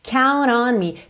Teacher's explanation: Percebe como esse T virou quase um rarara, porque é quase como se eu estivesse ligando direto no N, só que não é o N mesmo, count on me.